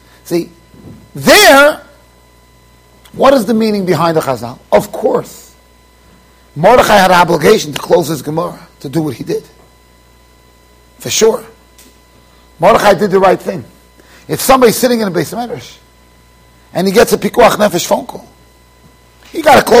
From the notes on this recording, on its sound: Shiur recorded in Yeshivas Ohr Reuven, Monsey NY.